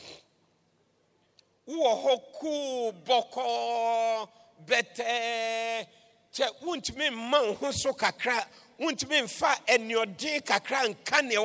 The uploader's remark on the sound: Preached at the Doxa Service 09072023